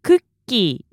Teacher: So it's ku, short pause, ki, and then hold it. · Term: Long vowel